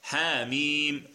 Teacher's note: الحاء هذه حاء نقول فقط حاميم لا نمد الحاء